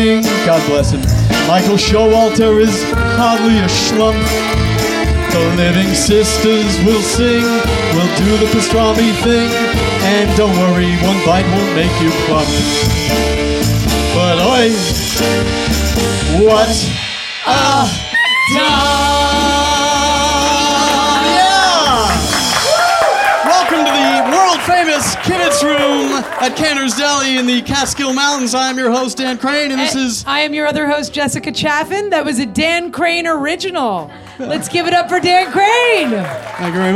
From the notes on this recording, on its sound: "A Catskills Kibitz,” our first ever live Kibitz event, was held at the “World Famous” Kibitz Room at Canter’s Deli in Los Angeles on the second night of Hanukkah